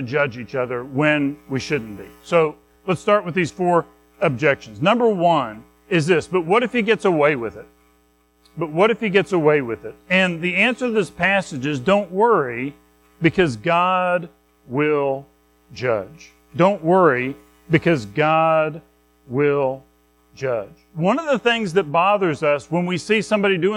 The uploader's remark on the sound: Recorded at Madison Baptist Church in Madison WV on Nov 5, 2023